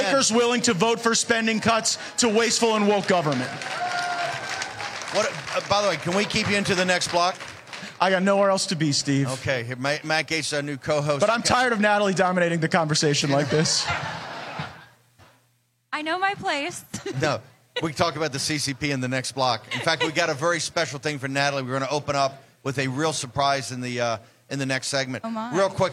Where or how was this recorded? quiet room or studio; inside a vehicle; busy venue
busy venue